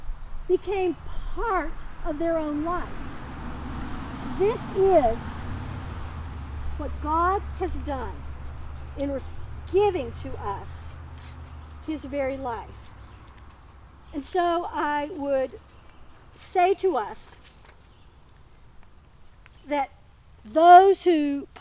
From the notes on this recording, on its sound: In these Covid-careful days, this service was held outside. We hope you are able to appreciate the sun and the birds and dogs, as well as the passing trucks and cars. Coming to you from Old South Presbyterian Church in Newburyport, MA.